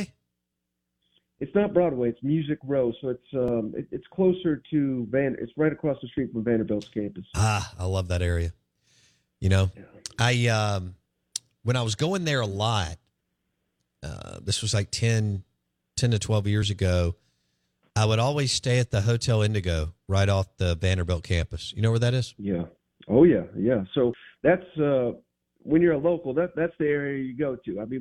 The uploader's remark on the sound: joins the show on the Farm Bureau guest line